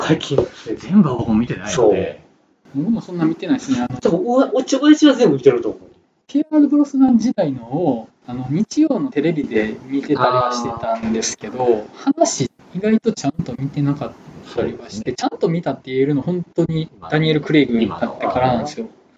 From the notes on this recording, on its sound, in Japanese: 録音環境の問題で低音質です。